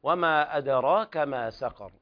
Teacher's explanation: والوقف على الراء بالتفخيم في سقر